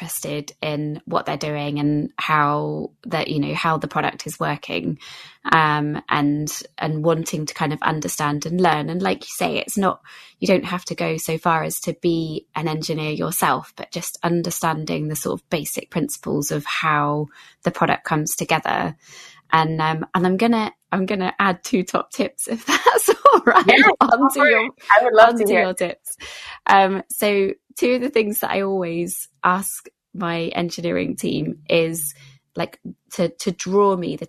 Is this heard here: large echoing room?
no